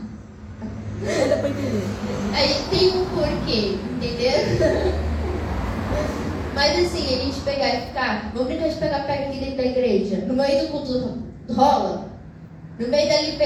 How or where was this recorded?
large echoing room